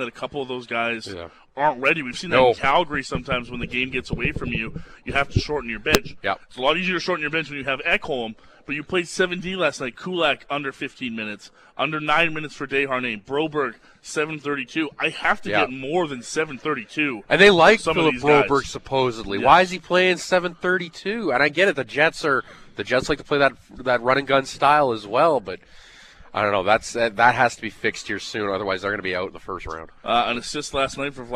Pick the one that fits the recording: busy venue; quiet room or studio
busy venue